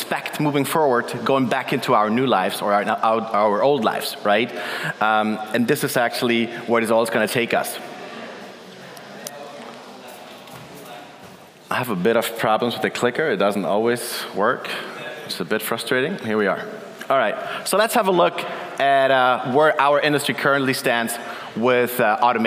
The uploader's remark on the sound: In this keynote at our CoCoCoCo Main Stage, powered by Duetto